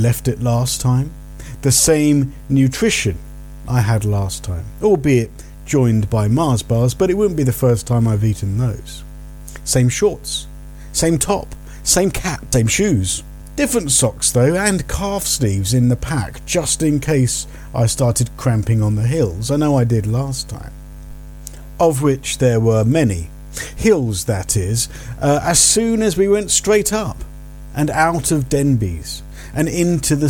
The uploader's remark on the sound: North Downs Ridge. I needed to plug my laptop in whilst recording, creating an annoying electric hum I couldn't remove.